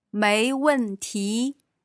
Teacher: So that's a second, then a fourth, then a second tone.